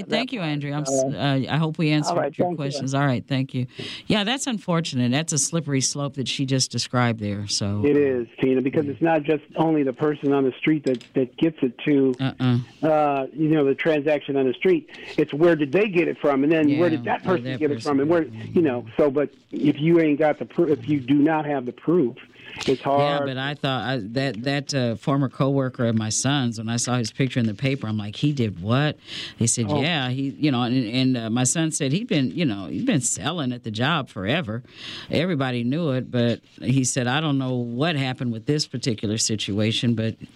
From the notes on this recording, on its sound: A Full Show Of Open Lines Live On Community Connection!